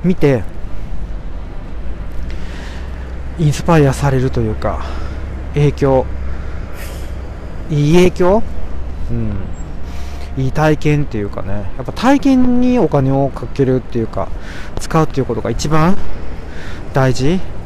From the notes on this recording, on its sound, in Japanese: 天文館という歌舞伎町のような夜の街を歩きながらお届けします。